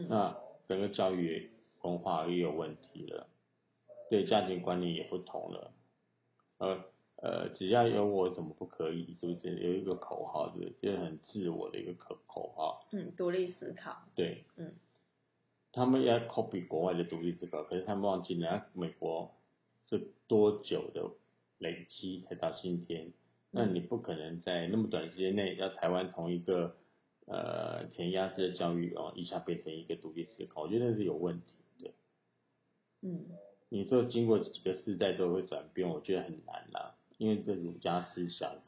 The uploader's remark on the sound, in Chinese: 這一集是在一個電影工作室裡錄製的，所以效果有一點差。